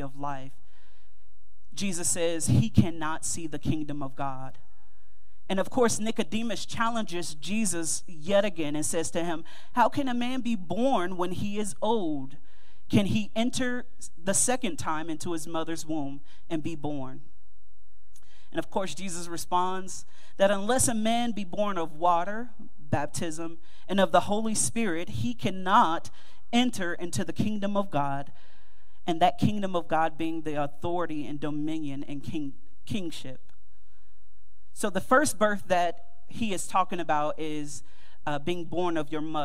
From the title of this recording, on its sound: Mt. Calvary Baptist Church, Dayton, OH 2-18-2024